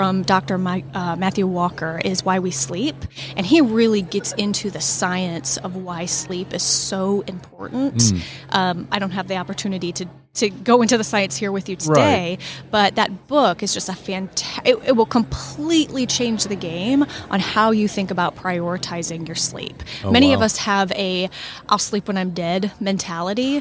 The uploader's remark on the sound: LIVE from SOAHR 2023. LIVE at the Business RadioX® remote at SOAHR 2023.